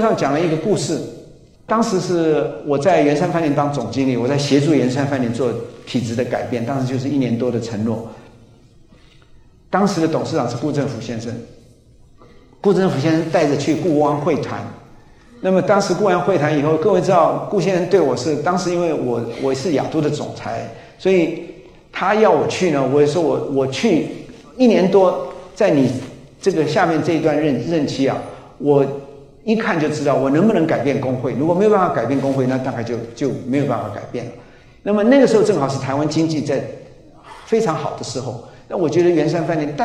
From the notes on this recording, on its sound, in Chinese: 高雄新書演講會現場錄音。